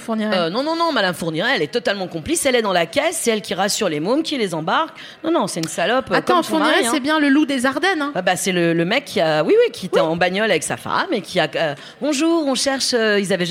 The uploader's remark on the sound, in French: Dans l’ambiance Feng Shui du Paris Podcast Festival. À La Gaîté Lyrique (3bis rue Papin, 75003 Paris).